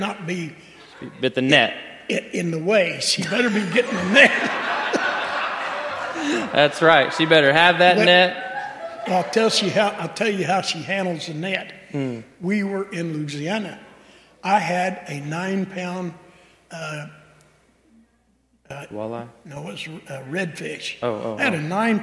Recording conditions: large echoing room